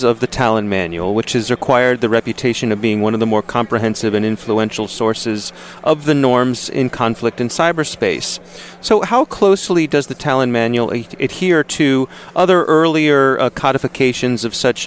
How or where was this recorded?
busy venue